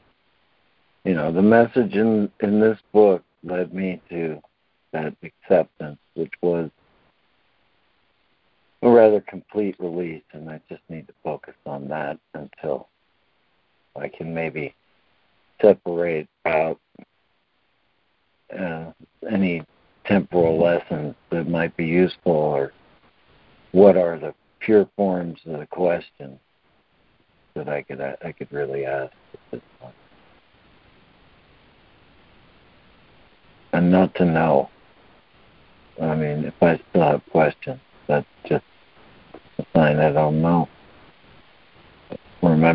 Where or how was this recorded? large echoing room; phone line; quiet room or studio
phone line